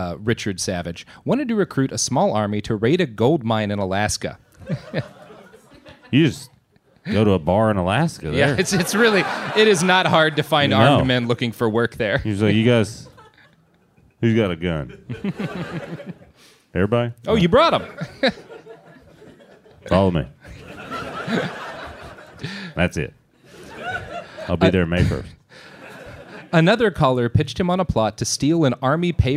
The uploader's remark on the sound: LIVE from Dynasty Typewriter in Los Angeles